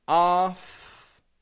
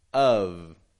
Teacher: Just to get those Fs and Vs very distinct, whether or not you're making voice or just air. Same positioning, it's just a matter of if your voice is coming out, if you're using your throaty voice sound. · Shown in: second take